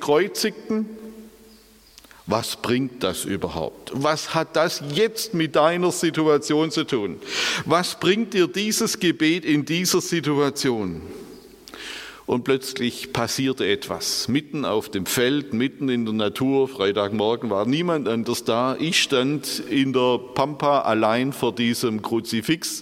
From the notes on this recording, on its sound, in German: aus dem Präsenz-Gottesdienst der Missionsberg-Gemeinde (Liebenzeller Mission)